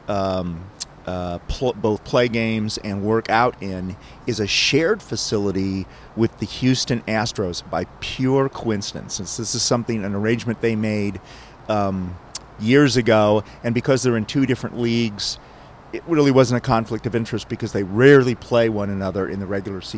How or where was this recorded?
busy venue